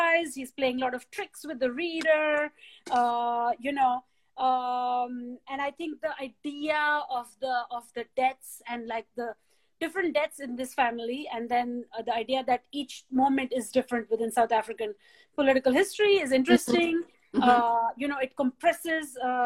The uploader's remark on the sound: This event originally took place on Instagram Live and this podcast carries the recording.